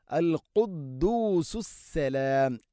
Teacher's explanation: ഖാഫ്, തൊണ്ടയുടെ മുഗൾ ഭാഗവും കഴിഞ്ഞ് ചെറുനാക്ക്.